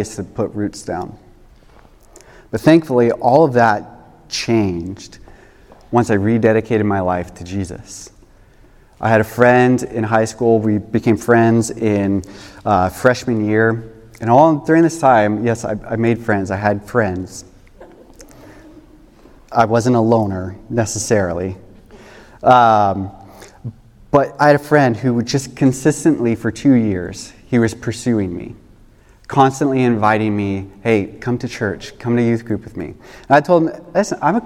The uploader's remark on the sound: This message was recorded on December 31, 2023, at Union Ridge School in Ridgefield, Wa.